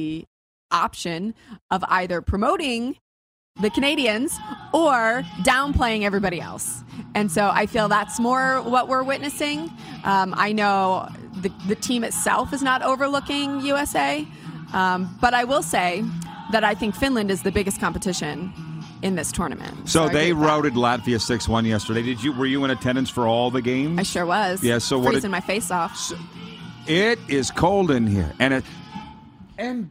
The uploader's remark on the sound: We are LIVE from inside Rogers Place in Edmonton, Alberta.